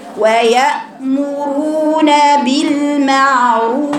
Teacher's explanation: ولكن الواو اللي في بعد الراء المفخمة رقيقة